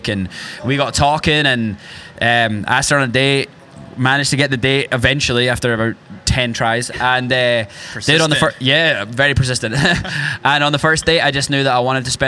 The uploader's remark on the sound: Recorded live on stage at the Art Theater in Downtown Hobart!